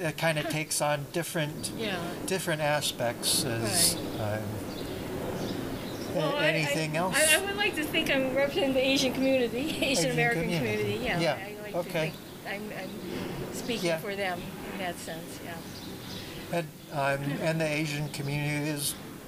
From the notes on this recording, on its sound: Recorded at a rally in response to Asian hate crimes held at The Buddhist Temple of Chicago in the Uptown Community.